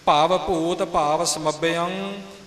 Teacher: ਸਮਭਯੰ ਬੋਲਣਾ ਮੰਮੇ ਉੱਪਰ ਥੋੜ੍ਹਾ ਵਜਨ ਦੇ ਕੇ, ਬਯੰ ਭਾਵ ਬੱਬੇ ਦੀ ਜੋ ਸਿਹਾਰੀ ਹੈ ਉਹ ਇਸ ਦੇ ਹੇਠਾਂ ਲੱਗੇ ਹੋਏ ਅਰਧ ਜਈਏ ਦੇ ਰੂਪ ਵਿੱਚ ਏੜੀ ਨੂੰ ਲੱਗੇਗੀ।